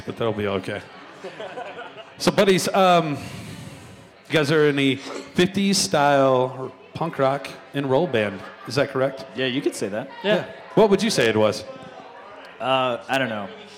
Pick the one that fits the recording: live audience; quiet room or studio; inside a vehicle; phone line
live audience